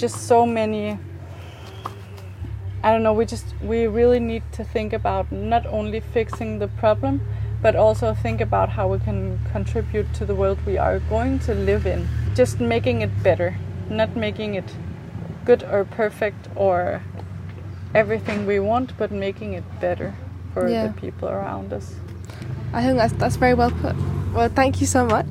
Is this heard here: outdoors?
yes